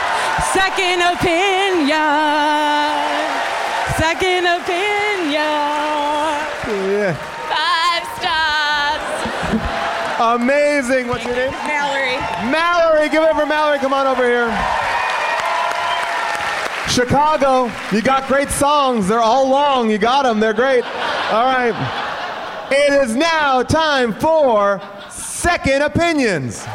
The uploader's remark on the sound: Live from Onion Fest in Chicago